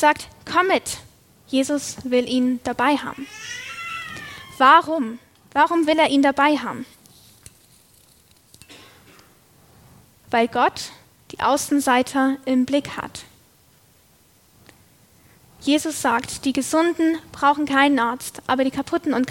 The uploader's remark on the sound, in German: Predigt aus der LKG Rostock